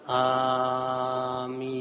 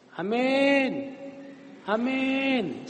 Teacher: A itu mad wajib, dua ketuk. · Shown in: first take